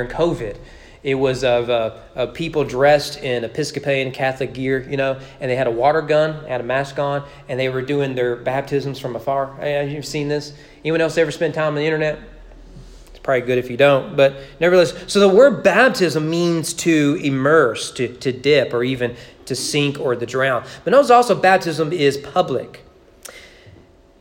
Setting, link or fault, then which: setting, large echoing room